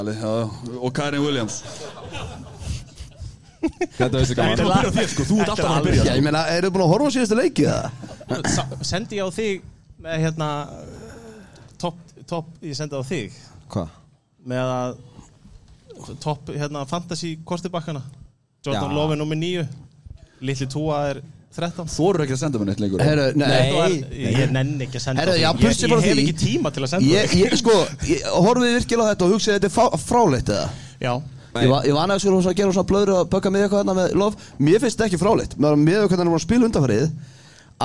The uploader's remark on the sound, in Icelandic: Fyrsta Live showi hjá okkur sem var tekið upp á Arena Gaming! Geggjuð aðstaða.